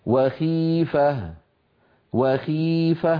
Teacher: لاحظوا بأن صوت الخاء أيضا ليس فيه تفخيم شديد لأنها مكسورة